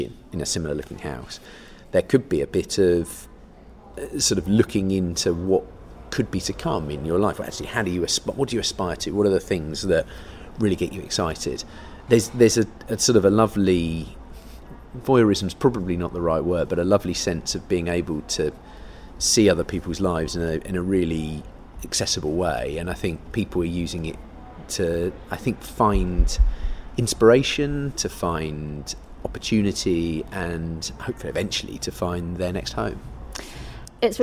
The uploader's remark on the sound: met at Media360 in Brighton to chat